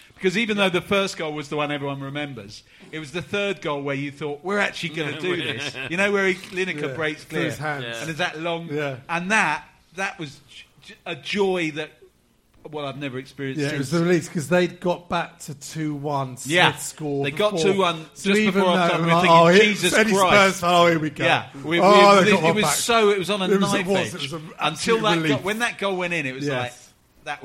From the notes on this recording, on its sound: This show was recorded live at the Albany in Great Portland St, W1.